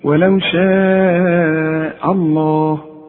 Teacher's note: اوعى تفخم الهمزة دي اللي جنب لفظ الجلالة